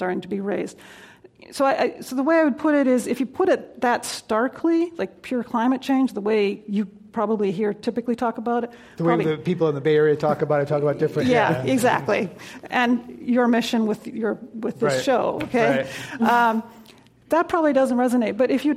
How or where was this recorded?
live audience